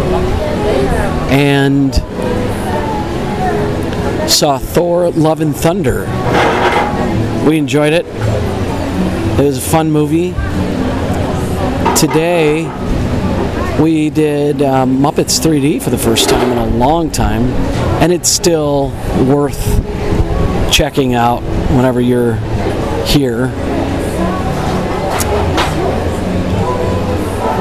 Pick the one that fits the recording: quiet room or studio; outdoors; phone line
outdoors